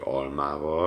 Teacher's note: Tehát abban, hogy almával, ott a lő, az majdnem olyan, mintha közben A-t mondanék, és ha most összehasonlítanánk az A-val, akkor itt a vonalak nagyjából úgy mennek, mint az A magánhangzónak az esetében. Almával, a L-nél ugyanolyan alakú a szájunk, az összes beszédszervünk, de itt ugye a szájüreg a legfontosabb, ugyanolyan, mintha még az A-t mondanánk.